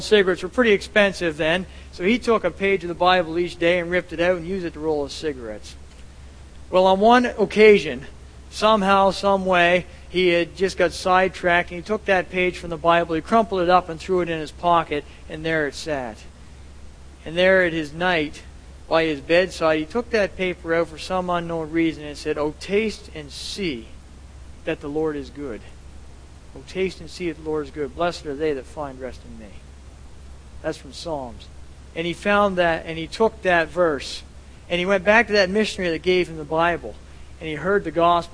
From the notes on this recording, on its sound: at The People’s Church of Somerville, NB